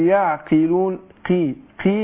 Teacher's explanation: القاف هنا قلنا المكسورة بتاخد أدنى درجات تفخيم